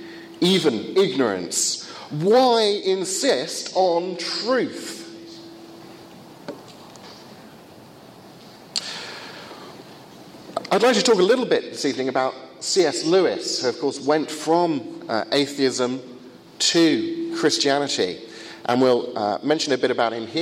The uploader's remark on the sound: First of two lectures at a conference in Finland